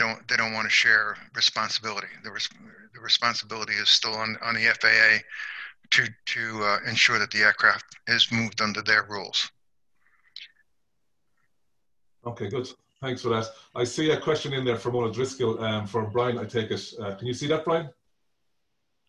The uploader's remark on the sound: APTN Zoom Call #11.